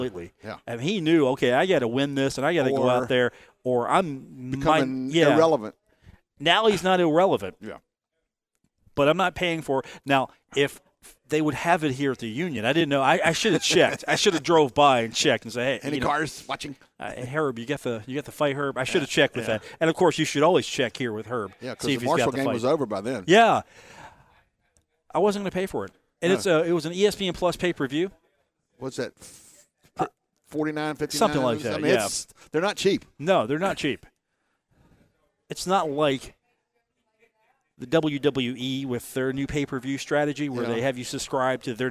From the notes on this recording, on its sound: broadcast live from The Union Pub and Grill in Huntington